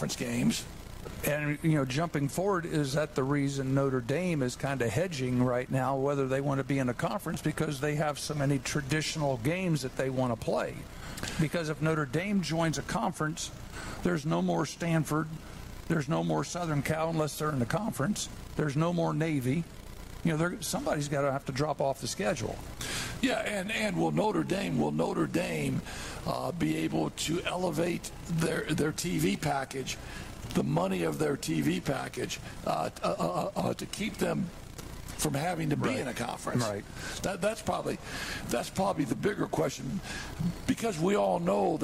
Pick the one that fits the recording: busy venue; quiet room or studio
busy venue